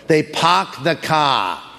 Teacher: Someone who comes from Boston has an accent. They don't have the word R in Boston.